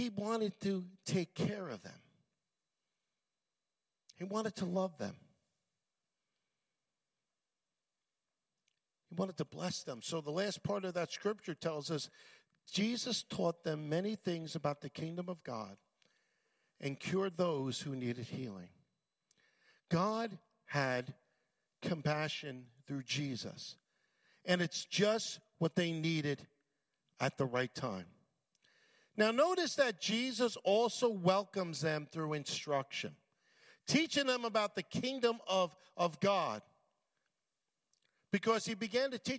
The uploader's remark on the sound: at Full Gospel Church Livingston, NJ.